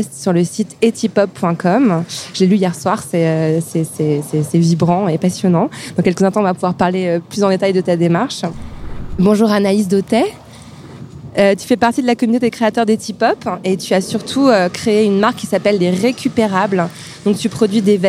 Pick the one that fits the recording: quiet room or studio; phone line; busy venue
busy venue